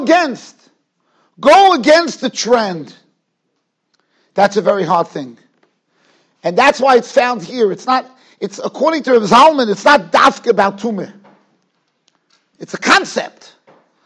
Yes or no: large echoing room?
yes